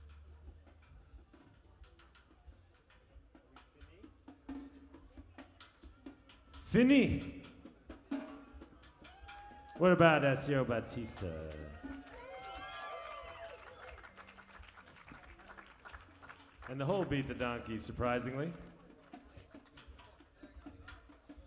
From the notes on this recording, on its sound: live on the porch at FloydFest X in 2011